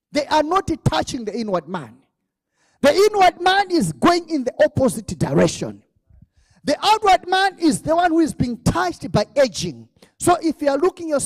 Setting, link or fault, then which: setting, large echoing room